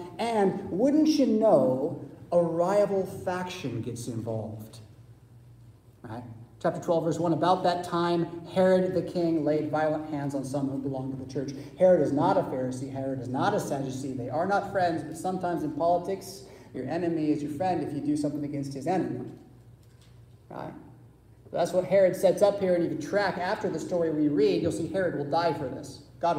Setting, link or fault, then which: setting, large echoing room